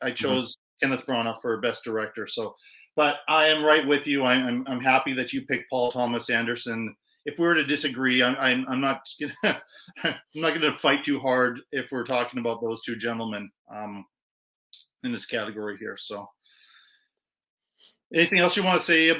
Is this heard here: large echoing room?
no